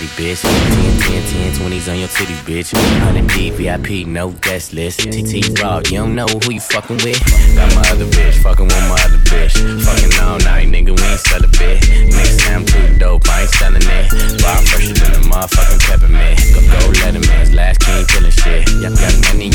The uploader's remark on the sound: ATLANTIS - QUEENS NYC - LIVE AUDIO